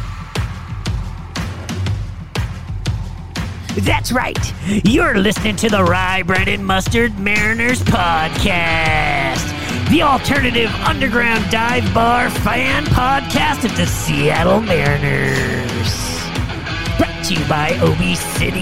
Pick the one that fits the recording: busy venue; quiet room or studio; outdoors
busy venue